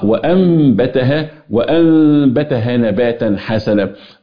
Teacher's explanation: فيها هنا بتختلف ايوه هنا الاقلاب اقلاب النون في حضرة الباء تقلب النون الى ميم ثم تخفى الميم في الباء